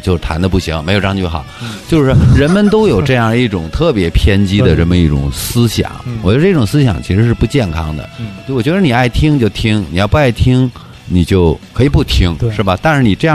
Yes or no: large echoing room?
no